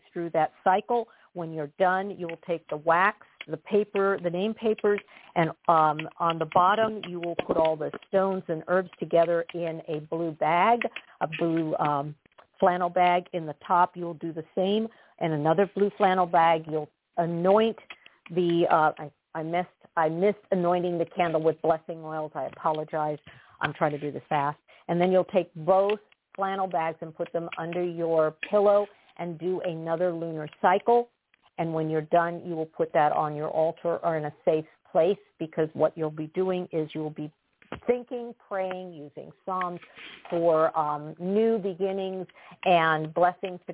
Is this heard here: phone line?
yes